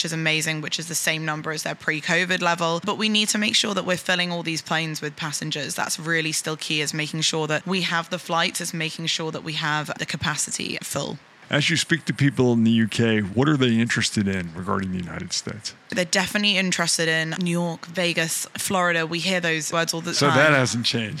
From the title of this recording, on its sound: Live From IPW